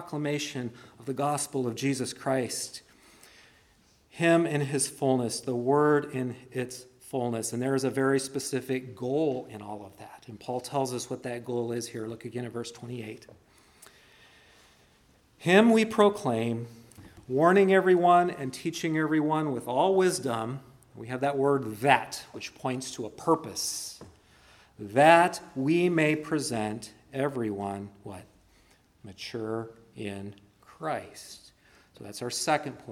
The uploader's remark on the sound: preached at Christ Our Savior Baptist Church